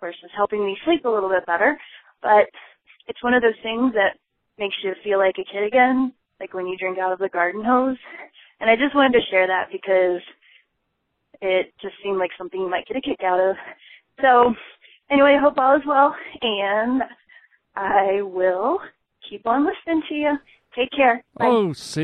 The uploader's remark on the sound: Phone calls. A CALM ENERGY expert calls into the show.